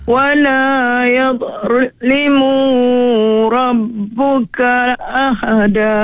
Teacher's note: uruk dha tu kena tebal. Angkat lidah tu.